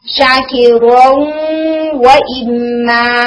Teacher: तो यहां पर जो नेजल साउंड है वो नून की है, नून ने अपना मखरज तो छोड़ दिया मगर अपनी क्वालिटीज में से गुन्ना की क्वालिटी को मर्जिंग के दौरान भी रखा, इसलिए ये नाकस इदगाम है, इनकम्प्लीट मर्जिंग हम इसे कहते हैं, नाकस इदगाम, पूरी तरह से नून मर्ज नहीं हुआ।